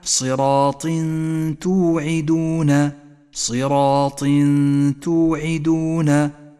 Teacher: لاحظ الصاد المكسورة تفخم بأدنى المراتب ثم لاحظ الراء المفخمة والألف التي فخمت بعدها صراط والطاء مكسورة